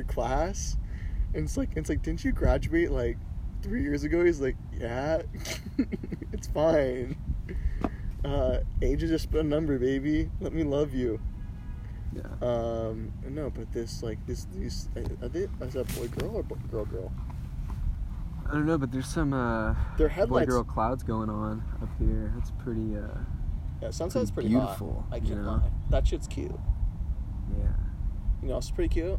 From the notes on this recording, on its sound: we sit in a parking